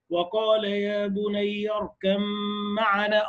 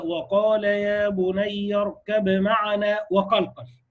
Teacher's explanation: أدغمت الباء، سكنت الباء وأدغمتها في إيه؟ في الميم · Shown in: first take · وقال يا بني اركب معنا، أطلع من الكاف على الميم. · Term: الإدغام